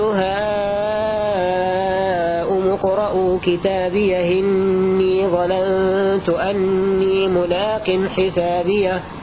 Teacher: الوجه الثاني نقل حركة الهمزة إلى الهاء وحذف الهمزة هكذا. فيقول ها أم اقرأوا كتابيه إني ظننت أني ملاق حسابيه، وهذان الوجهان حالة وصل كلمة كتابية بما بعدها.